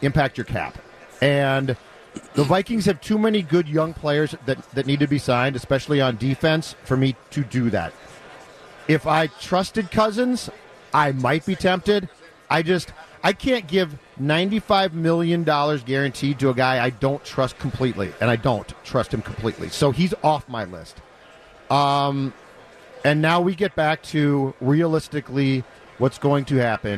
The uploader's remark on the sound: live from Radio Row all week